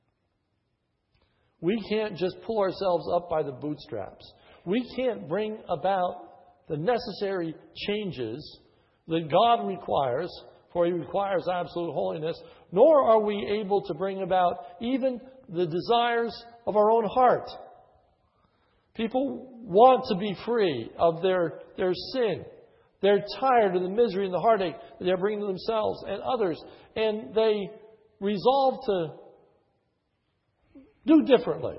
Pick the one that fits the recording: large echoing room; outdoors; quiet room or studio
large echoing room